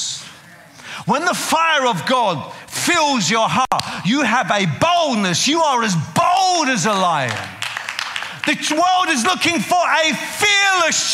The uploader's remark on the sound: preaching at a CCF Ministries in Lowell